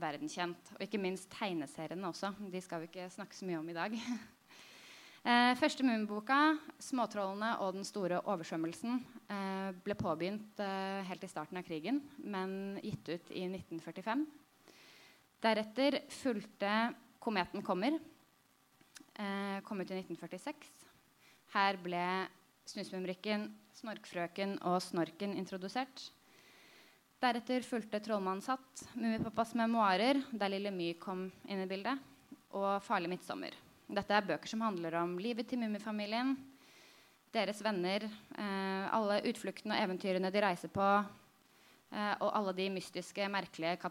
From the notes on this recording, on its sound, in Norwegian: noe lav lyd.